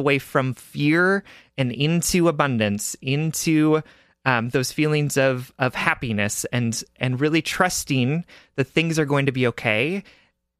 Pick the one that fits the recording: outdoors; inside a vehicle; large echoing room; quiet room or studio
quiet room or studio